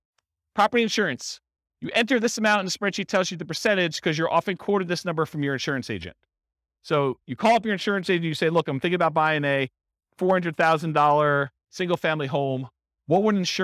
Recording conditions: live audience